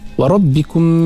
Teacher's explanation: mim mati jumpa dengan mim, Kita dengungkan di situ sebab mim yang pertama mati, mim yang kedua berbaris dipanggil idgham mislain saghir.